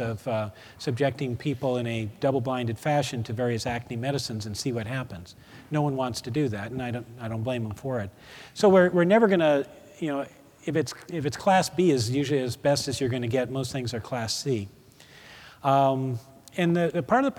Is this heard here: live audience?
yes